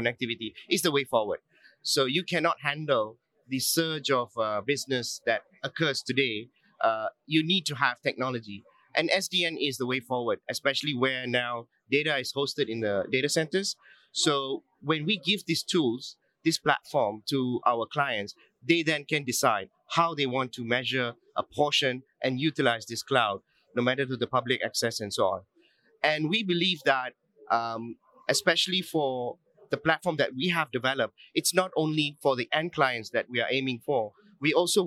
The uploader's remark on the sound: Live from PTC'20